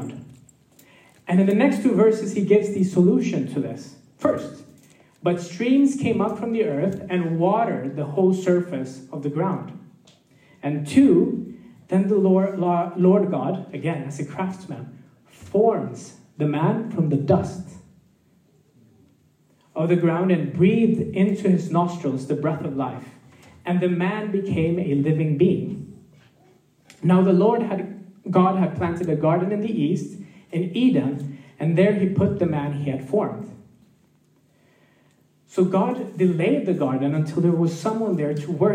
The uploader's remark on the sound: This message was recorded live at our Malmö Gathering. C3 Church Malmö & Lund.